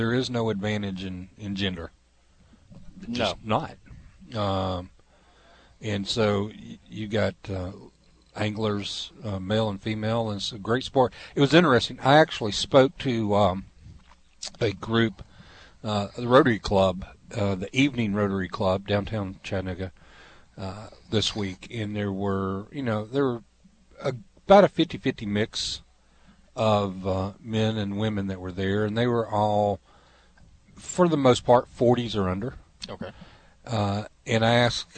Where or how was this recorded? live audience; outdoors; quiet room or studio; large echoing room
outdoors